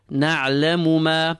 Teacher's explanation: Pull the second meme because of the alif following it.